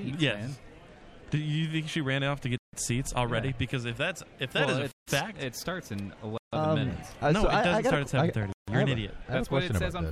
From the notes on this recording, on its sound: We are live at the Gilgamesh premiere